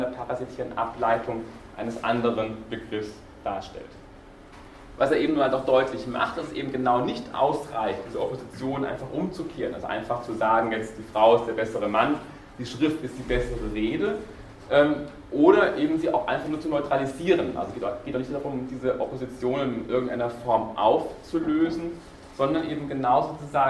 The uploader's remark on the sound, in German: Diese Vorlesung wurde von Studierenden aufgenommen